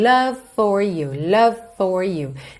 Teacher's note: Lembra que love, a letra F final não é pronunciada. Então é como se a gente tivesse um V ligado num F.